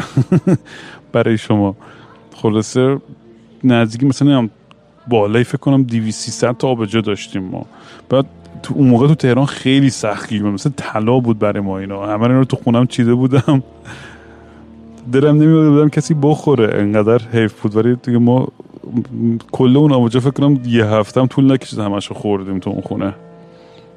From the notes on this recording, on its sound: Once again I am at an airport rambling nonsense into the microphone. Airport Sessions.